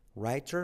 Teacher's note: La R que genera una U, writer. La T como R suave.